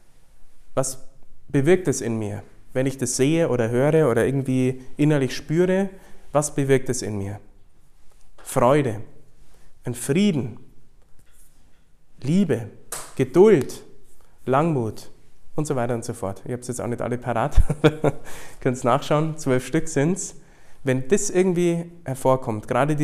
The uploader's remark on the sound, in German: Vor ein paar hungrigen Leuten, die mehr von Gott wollen. Diesen Vortrag hielt ich bei der "Nacht der Anbetung" in Wolfsburg.